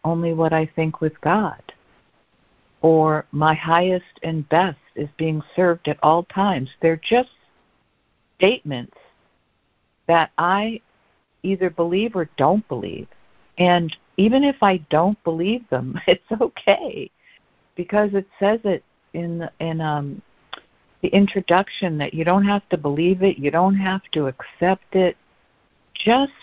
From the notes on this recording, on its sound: ACIM Daily Conference Call